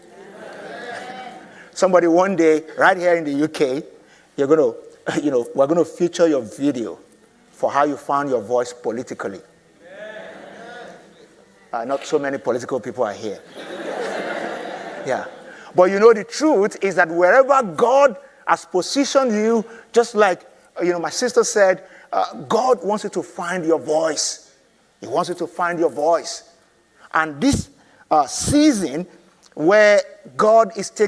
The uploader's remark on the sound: I delivered this teaching at the inaugural Find Your Voice conference in London.